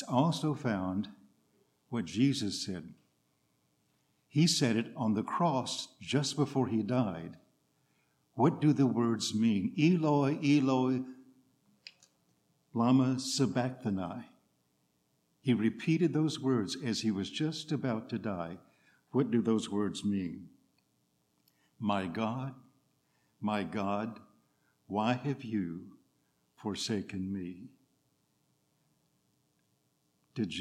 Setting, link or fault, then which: setting, large echoing room